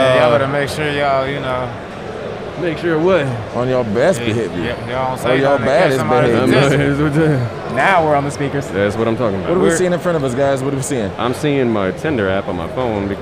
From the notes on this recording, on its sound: we're at DreamCon